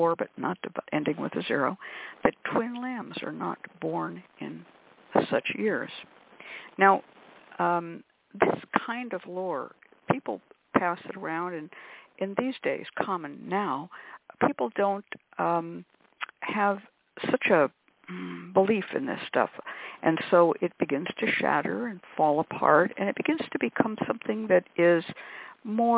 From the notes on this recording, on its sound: a real, live call-in show